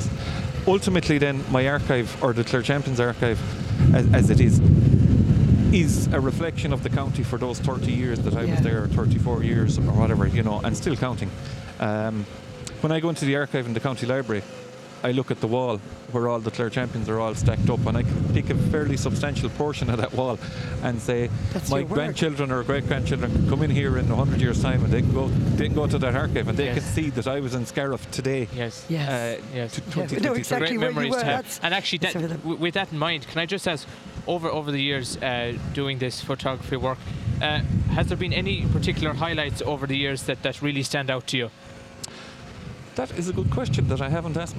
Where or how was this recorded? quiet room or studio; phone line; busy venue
busy venue